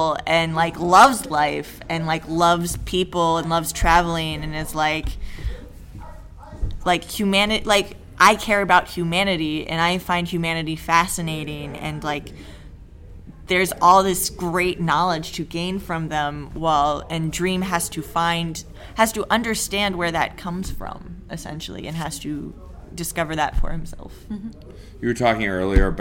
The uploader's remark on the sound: Instead of an interview, this is the live recording of a panel. At Dark Side Of The Con 3 presented by VampireFreaks.